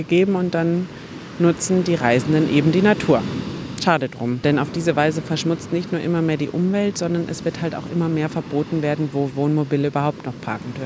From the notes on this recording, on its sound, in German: Da ich die Episode auf Wunsch einiger Hörer*innen wieder einmal am Strand aufgenommen habe, mach dich bitte auf Wellenrauschen im Hintergrund gefasst…